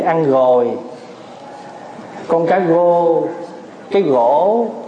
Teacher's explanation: ở người miền Tây á, người ta không có nói chữ R. Thí dụ như ăn gồi, con cá gô, cái gỗ, họ quen vậy rồi.